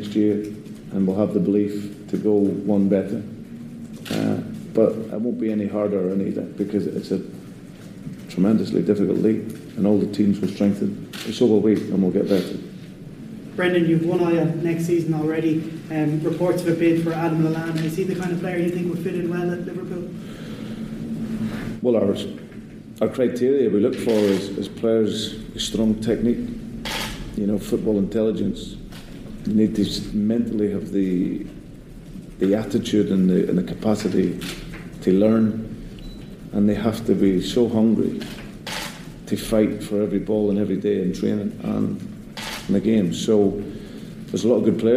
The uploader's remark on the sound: Attended the post match press conference after the Shamrock Rovers friendly and recorded the conference in full.